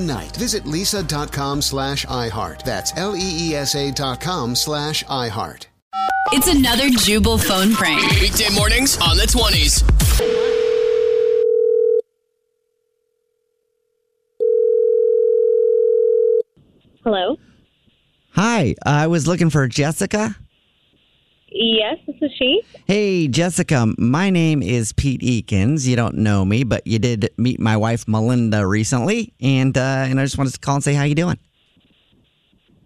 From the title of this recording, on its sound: Phone Prank